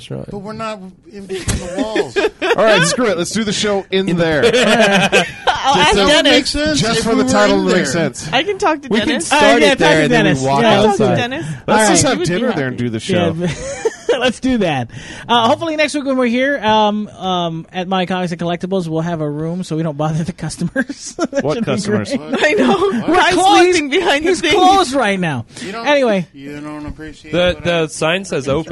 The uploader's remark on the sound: recorded live at Maui Comics & Collectibles